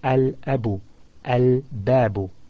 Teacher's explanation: Each of these 14 letters, a word when it begins with them, if you add al before it, you pronounce the lam clearly, al, and then you pronounce the first letter after it completely without joining the two together, and you say al-abu, al-babu, and so on.